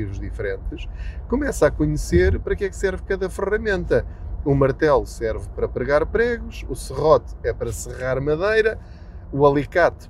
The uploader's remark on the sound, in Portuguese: Não ligue aos barulhos da viagem.